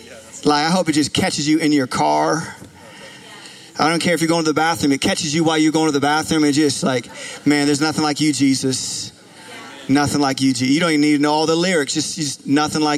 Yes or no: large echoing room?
yes